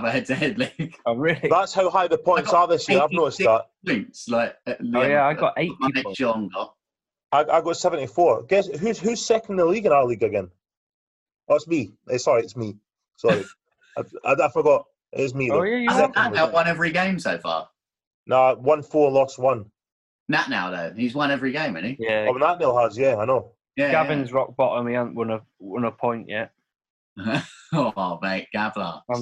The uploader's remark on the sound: Back on zoom chat due to the Covid restrictions and not a pint in sight...